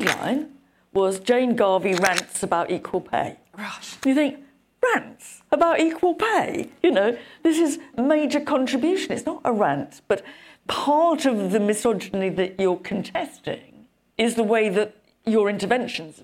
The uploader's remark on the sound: Recorded live from the event for the Global Institute for Women’s Leadership at King’s College London.